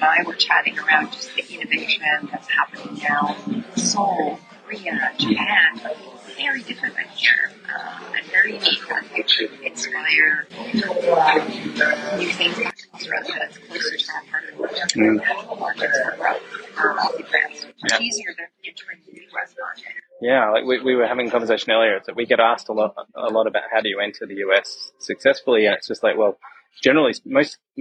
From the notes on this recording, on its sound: We had a slight technical glitch with the microphone, so apologies for the audio.